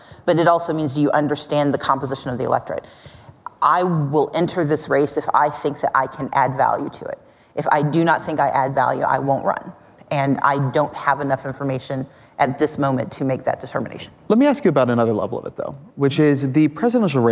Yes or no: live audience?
yes